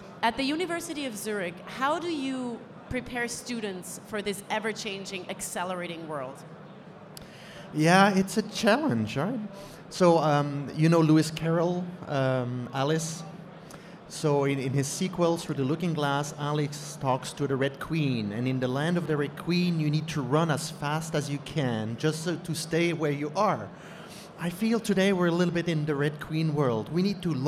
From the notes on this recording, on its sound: Recorded LIVE From CES. Recorded at CES earlier this year.